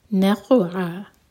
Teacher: نون light قاف heavy اور قاف پر قلقلہ، عین حلق سے اور دو حرکہ لمبا، یہ بھی ہے مد عوض عن التنوین.